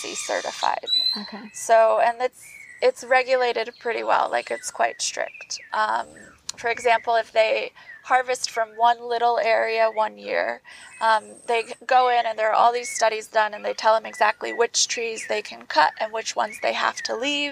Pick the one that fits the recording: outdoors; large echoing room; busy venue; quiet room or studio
outdoors